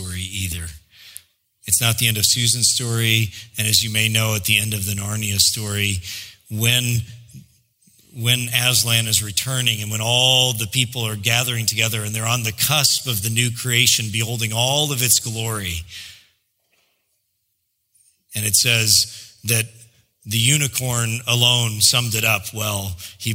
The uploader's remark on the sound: preached in July 2016 at Sojourn J-Town